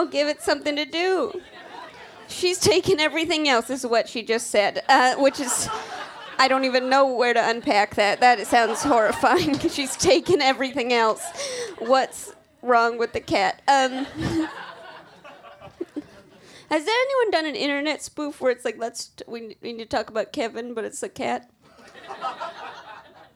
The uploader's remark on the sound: Recorded Tuesday, August 1, 2017 at Union Hall. At Union Hall.